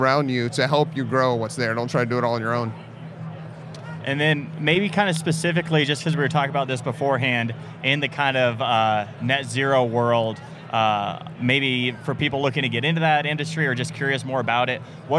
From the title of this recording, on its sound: Live at IBS